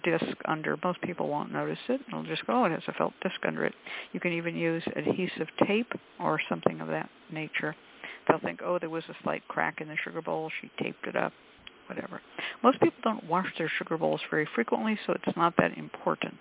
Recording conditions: phone line